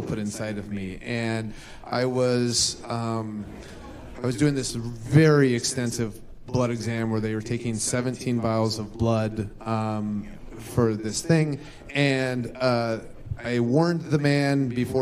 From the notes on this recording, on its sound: Recorded live at Starrcast VI in Chicago, Illinois.